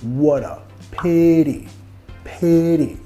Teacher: Vamos a vincular con la R suave de español.